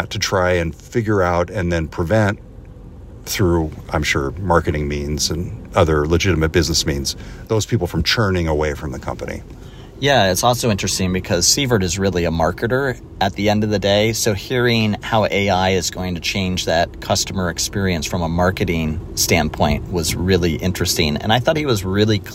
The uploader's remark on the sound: Make the most of their time in a clogged parking garage. We take an impromptu driving tour of Amazon HQ.